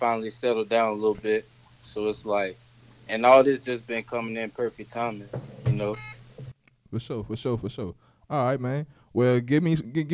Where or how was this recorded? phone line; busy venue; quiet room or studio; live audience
phone line